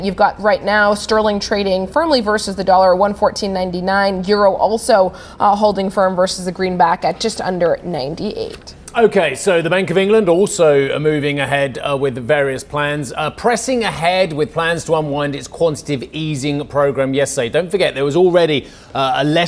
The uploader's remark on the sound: we are live at Web Summit in Lisbon